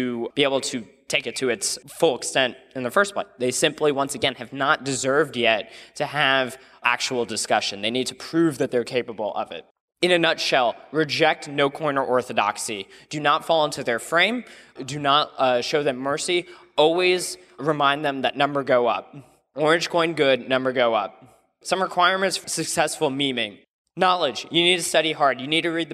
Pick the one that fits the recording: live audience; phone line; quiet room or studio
live audience